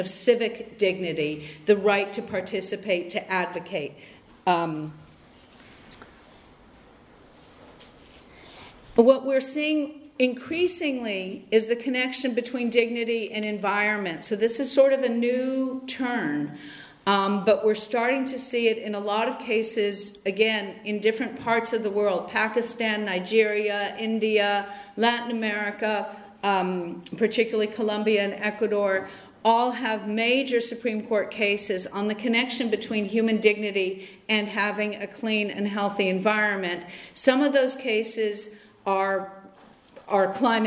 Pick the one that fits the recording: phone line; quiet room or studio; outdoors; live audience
live audience